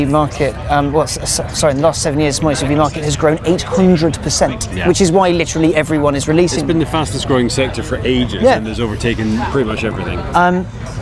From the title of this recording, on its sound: Live from the Goodwood Festival of Speed